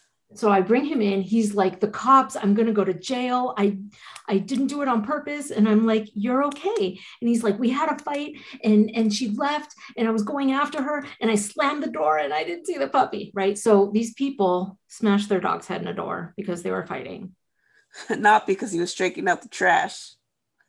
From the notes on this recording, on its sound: This episode is unedited and recorded from Zoom